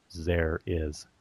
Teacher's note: Japanese people tend to say there is, almost like a Z sound.